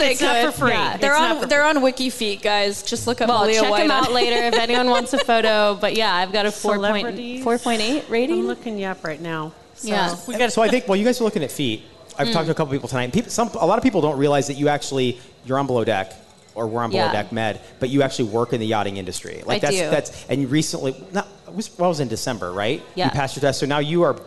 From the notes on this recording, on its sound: Joined us LIVE at Hail Varsity Club on Thursday! It was a sold out show and it was so much fun!